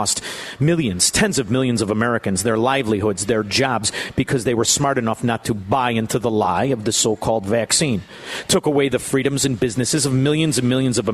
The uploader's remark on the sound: LIVE from Chicago Prime Italian in Schaumburg!